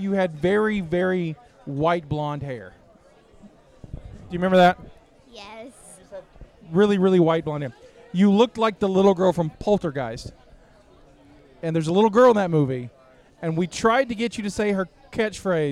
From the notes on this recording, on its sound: Cult Meeting LIVE from Horror Gras! Our first live episode recorded from our booth at Halloween Horror Gras! Answer your audience questions, and there's some special surprise guests on the mic.